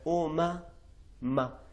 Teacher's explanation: متحرک ہونے کی صورت میں کم آواز جلدی سے ناک سے تھوڑی سی آتی ہے، لیکن ضرور ہے، یعنی غنہ ہے اس میں.